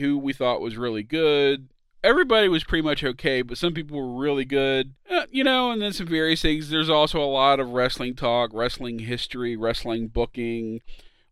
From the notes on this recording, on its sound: We recorded this in the movie theater parking lot, while sitting in the car, and so the quality is not as good as usual.